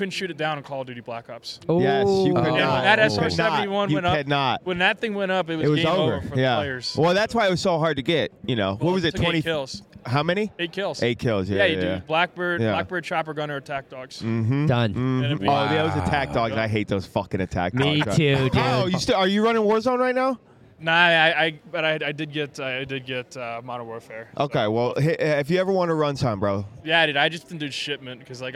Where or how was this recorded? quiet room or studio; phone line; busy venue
busy venue